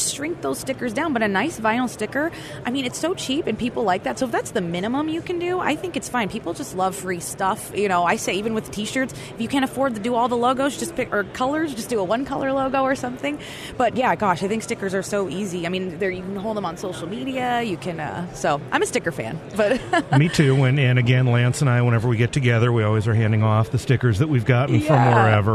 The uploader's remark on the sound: Live at the NAB Show